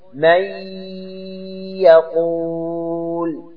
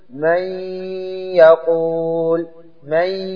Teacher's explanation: تدخل النون على الياء فتصير الياء مشددة كأنها حرفان · Shown in: first take · مي، تقول مي، لاحظ أن الياء مخرجها من وسط اللسان ولهذا · Term: إدغام ناقص